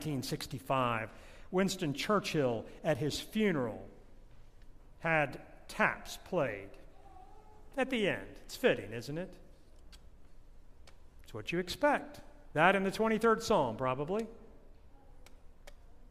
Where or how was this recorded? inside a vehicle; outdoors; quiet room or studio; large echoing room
large echoing room